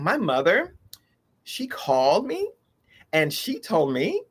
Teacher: So everything is lifting on the end. Mm. That's the inflection, because there's a change in the pitch and the tones, right?